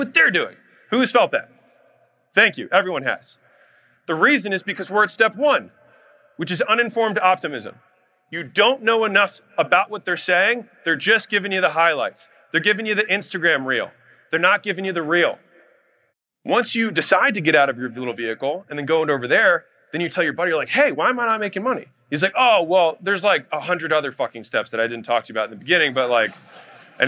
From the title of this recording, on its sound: Keynote Speech at Future Flipper